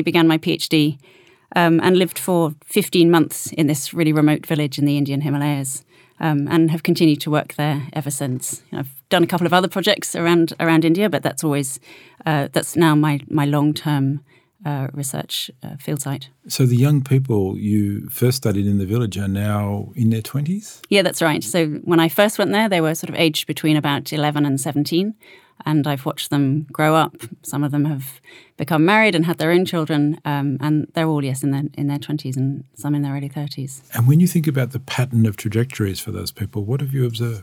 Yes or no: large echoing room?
no